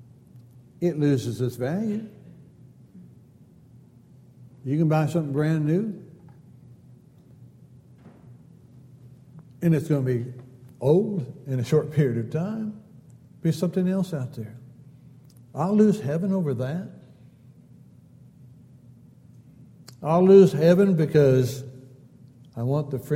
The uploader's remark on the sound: Downtown Church Of Christ Audio Sermon